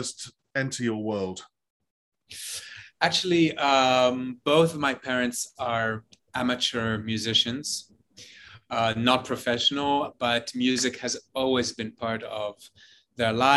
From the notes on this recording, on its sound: via Zoom